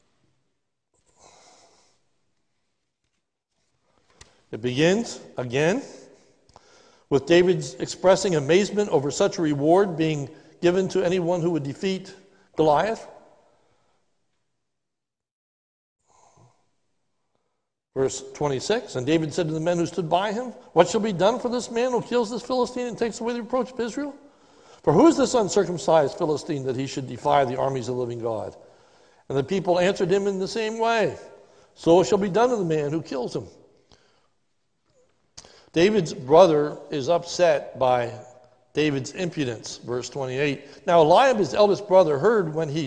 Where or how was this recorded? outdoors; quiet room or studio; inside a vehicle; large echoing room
large echoing room